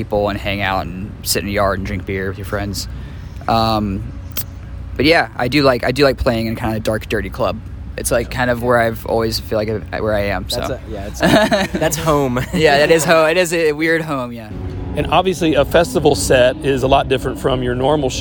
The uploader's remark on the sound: at the Shaky Knees Music Festival, April 30, 2022